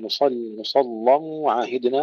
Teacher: وكما قلت هذا وقفا فقط، أما وصلا فإن الألف تسقط لالتقاء الساكنين تصبح مصلى وعاهدنا، فلا يكون فيها إلا تغليظ اللام.